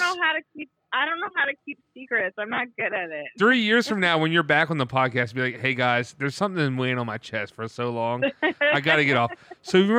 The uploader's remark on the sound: this time over the phone